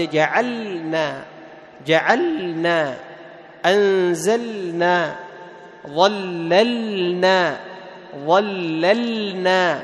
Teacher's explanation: تظهر اللام عند النون، تظهر اللام عند النون.